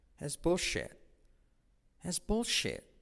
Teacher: Y la T de shit casi no se dice.